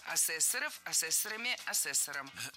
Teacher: Существительное «ассессор» имеет неподвижное ударение на втором слоге. Ну а раз оно неподвижное, значит, мы его не двигаем при изменении слова.